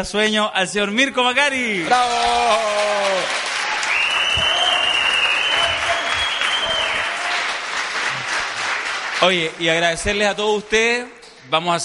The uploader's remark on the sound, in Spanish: En Vivo: Desde el Seminario 50 leyes del Poder en El Padrino. La ocasión propicia para grabar el 1er Podcast en vivo. Primer capítulo con sonido como la gente (no se acostumbren!).